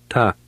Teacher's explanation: the T in Lithuanian is not pronounced as explosively as in English.